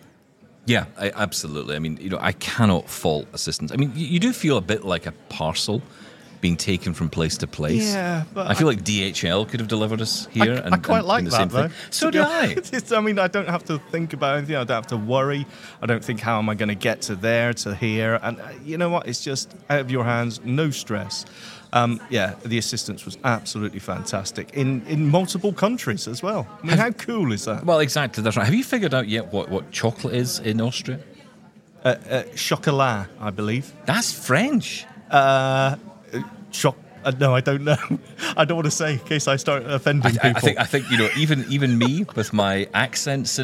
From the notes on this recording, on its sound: live from Vienna at the Zero Project Conference